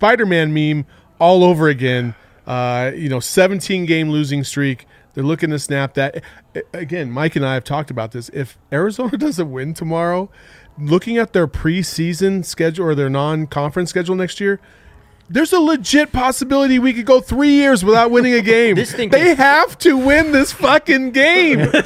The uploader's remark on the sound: The fellas from the PHNX Wildcats crew are LIVE in studio for our first CAMPUS CROSSOVER. LIVE from the DNVR Bar.